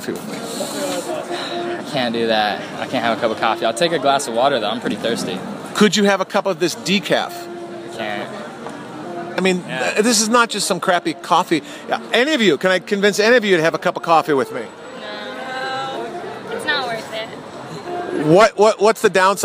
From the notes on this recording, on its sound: a live remote broadcast from the 45th annual New Orleans Jazz & Heritage Festival